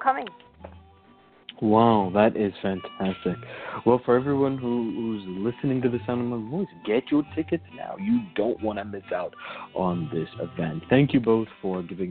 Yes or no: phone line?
yes